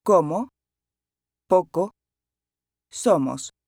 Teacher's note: O. Pronounced like the O in home, but without the W glide.